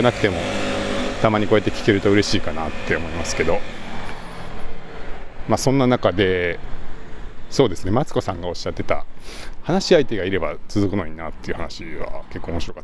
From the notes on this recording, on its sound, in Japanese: zoom M2を持ちながらお散歩録音してみた